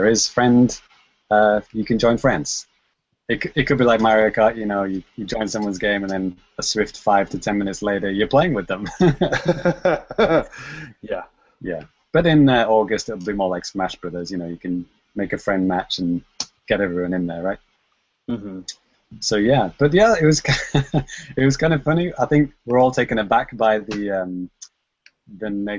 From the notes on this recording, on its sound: Recorded LIVE via Google Hangouts on Air